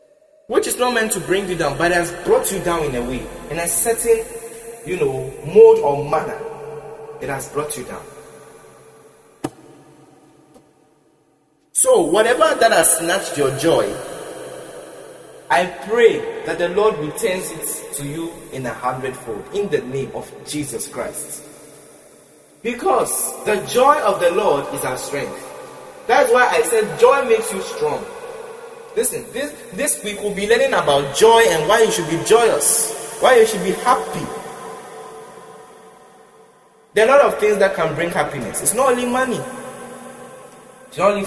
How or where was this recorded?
large echoing room